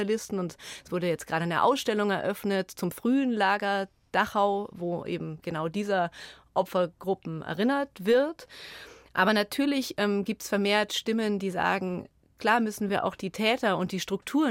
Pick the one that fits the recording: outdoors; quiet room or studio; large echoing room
quiet room or studio